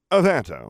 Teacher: The accent is on the second syllable, which is pronounced to rhyme with air with a slight trill in the R. · Term: accent on the second syllable